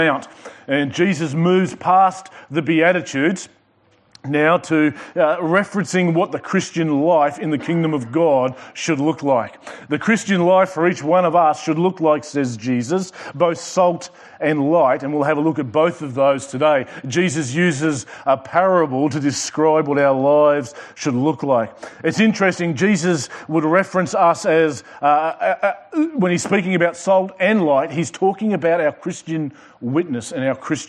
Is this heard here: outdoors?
no